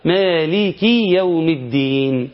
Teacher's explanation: هيقوم يضيف ياء، مالكي يوم الدين، هنقوله هنا خطأ لأن أنت أضفت حرف